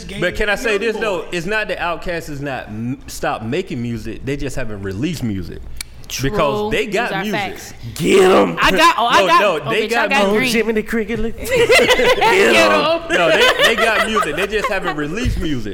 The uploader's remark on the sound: Live at The Masquerade Atlanta on April 12th.